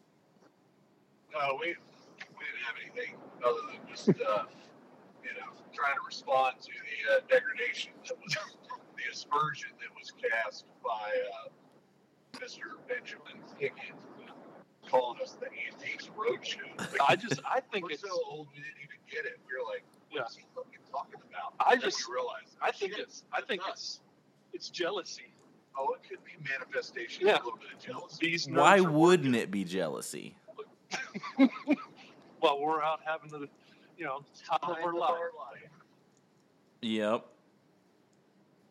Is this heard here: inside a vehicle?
yes